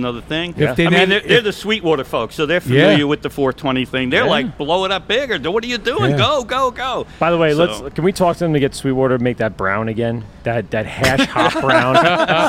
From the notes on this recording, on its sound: Travel to Blue Point to do a live show at the Brew Pub!